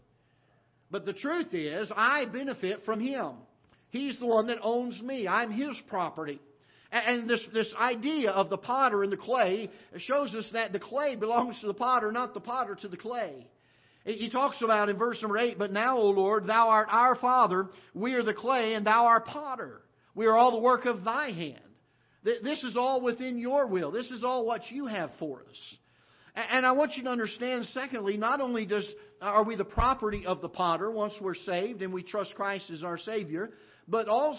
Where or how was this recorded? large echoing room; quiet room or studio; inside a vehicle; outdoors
large echoing room